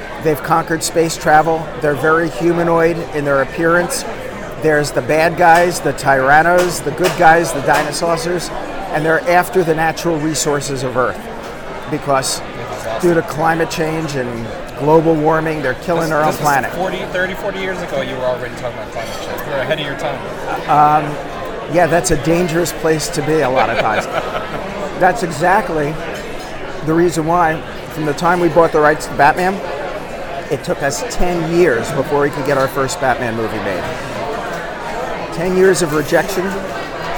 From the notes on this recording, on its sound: San Diego Comic-Con. Over lunch during the convention.